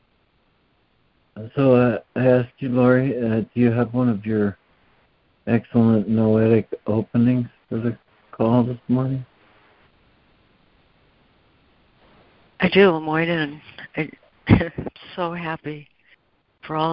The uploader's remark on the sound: ACIM Daily Conference Call